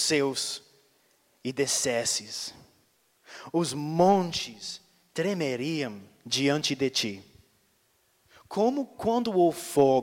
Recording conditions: large echoing room